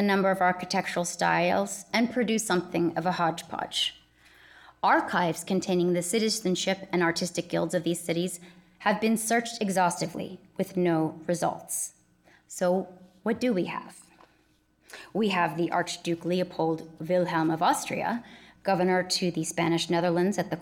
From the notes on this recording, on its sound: In this lecture held on April 22, 2019